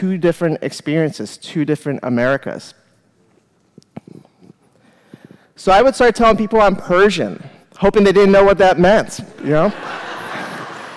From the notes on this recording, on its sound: live at The Fremont Theater in Portland, Oregon